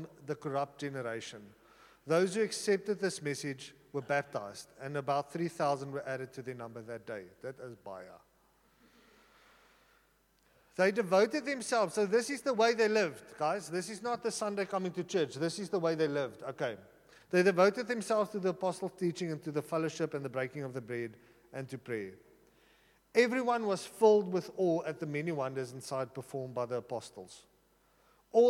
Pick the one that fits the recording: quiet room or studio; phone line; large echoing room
large echoing room